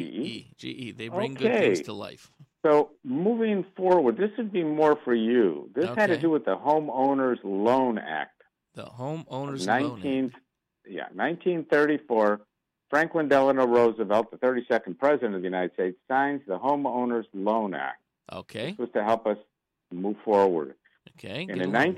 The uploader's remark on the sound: Joins through the phone from Orlando, Florida. Meanwhile, in studio we have special guest.